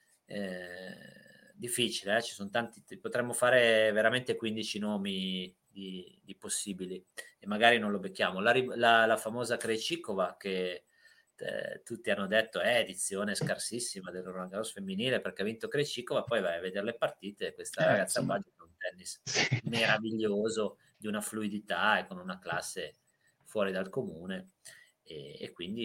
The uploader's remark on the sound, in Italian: A causa di problemi di connessione (lato mio). Abbiamo registrato un audio un po' ballerino e disturbato (anche dai miei cani).